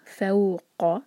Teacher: फ light letter है, इसको फ़ो नहीं कहना, यह फ़ऊ फ और फिर वाव. फ़ऊ कौ, कौफ हैवी लेटर, मुँह भर कर कौफ को निकालेंगे और हलक से